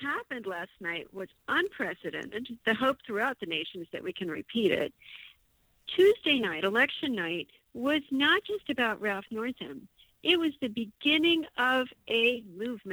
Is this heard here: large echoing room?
no